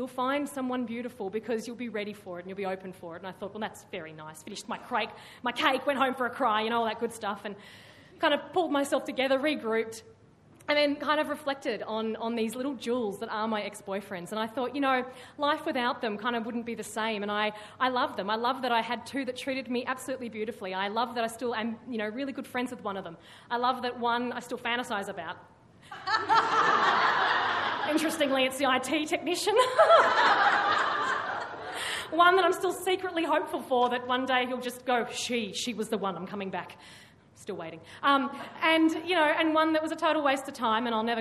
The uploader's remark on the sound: Recorded live at the Arthouse Hotel, Sydney.